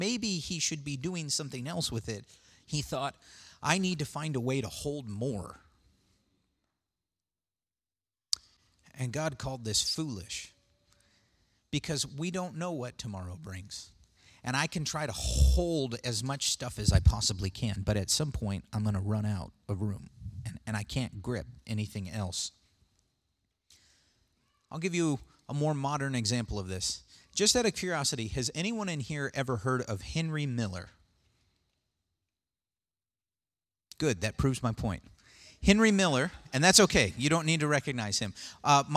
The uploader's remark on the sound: Sermon audio from the June 16th, 2019 worship service.